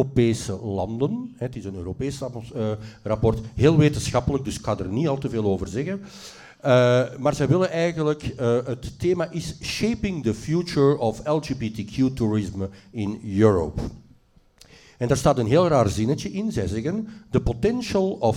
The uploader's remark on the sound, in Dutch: Deze aflevering is opgenomen voor een live-publiek bij Jeffrey's in Antwerpen.